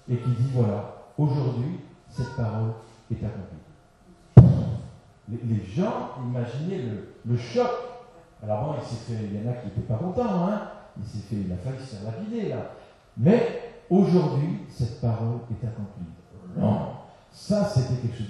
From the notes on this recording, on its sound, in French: Excusez-nous pour la mauvaise qualité de cet enregistrement.